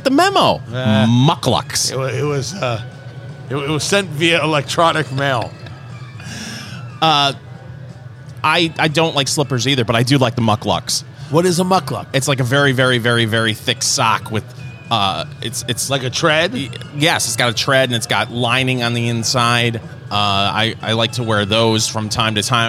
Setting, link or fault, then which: setting, busy venue